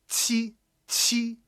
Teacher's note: Just make sure that you have that explosive, highly aspirated sound to it. But that's kind of what would naturally happen if you try to create the sound TCH.